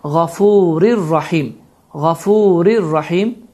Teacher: Bu zamanda idğam bilağunnə qaydası baş verir ki və bu zamanda tamamilə n səsi itir, ra hərfi isə şəddələnir